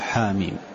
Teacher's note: الحاء تقول حاميم حركتين فقط